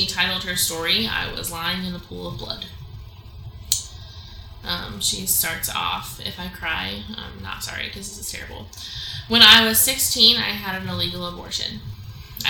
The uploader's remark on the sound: Please excuse our audio quality, future episodes are going to sound SO MUCH BETTER!